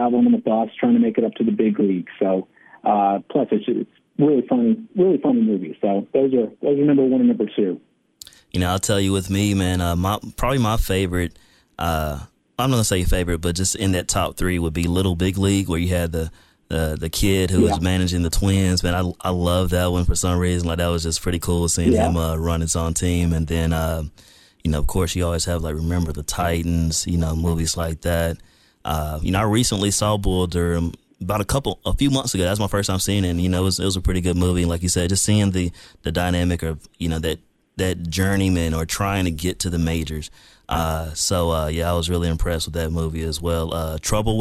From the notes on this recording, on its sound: joined over the phone by several guests